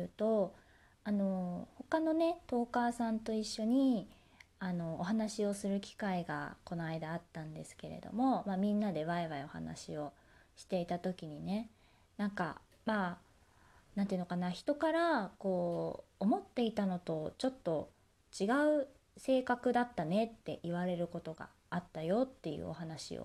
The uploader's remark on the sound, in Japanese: 自宅でスマホによる収録のため様々な騒音が収録されています、ご了承ください